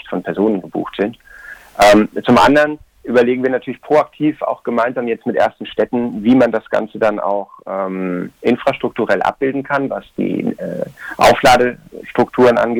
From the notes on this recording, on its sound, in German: Telefoninterview